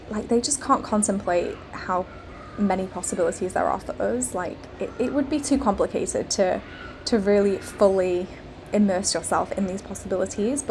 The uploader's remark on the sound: Hello from Rhodes, Greece! I'm recording this today from our lovely hotel balcony and it is very warm. I can see the gorgeous blue sea and overlook a lovely inviting pool to take a dip!